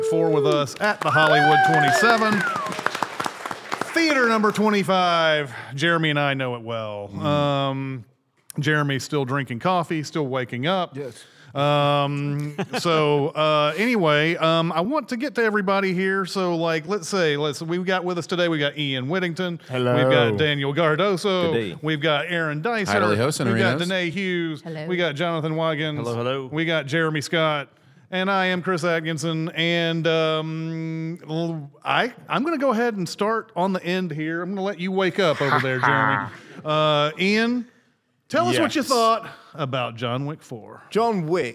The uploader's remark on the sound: Live from SinWeek! Joined by the entire CinemaSins staff, live at SinWeek.